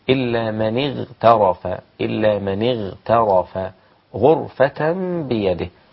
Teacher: الغين هنا إذا جاءت ساكنة وقبلها مكسور لا بد أن يكون الحرف في أدنى مراتب التفخيم